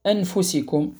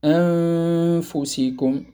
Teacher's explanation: أو عوض إخفاء النون الساكنة يظهرها · Shown in: first take · Term: اللحن الخفي